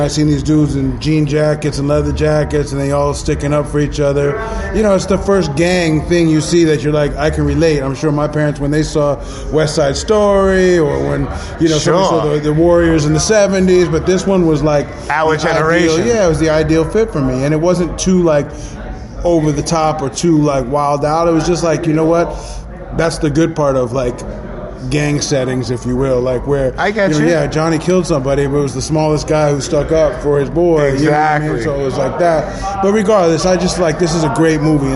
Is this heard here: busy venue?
yes